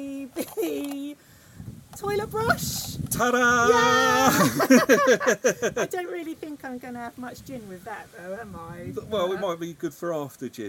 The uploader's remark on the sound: They even do their first outside broadcast!